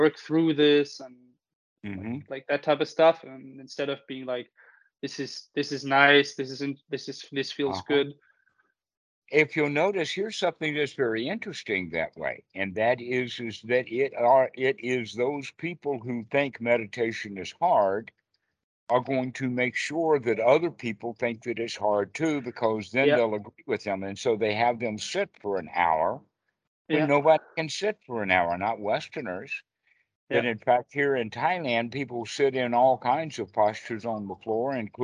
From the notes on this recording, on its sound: Skype calls on this channel.